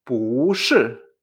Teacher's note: Recordamos que el tono del pu, que es el no, normalmente suele ser un tono cuarto, pero cuando detrás del pu hay un tono cuarto, este tono del pu cambia a un segundo y tenemos esta entonación, un segundo cuarto.